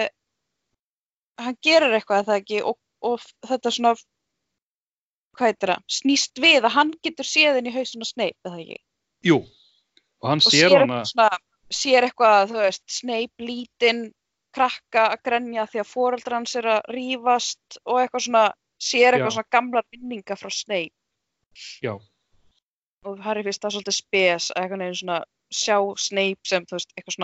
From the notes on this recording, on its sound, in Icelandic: hittast á Skype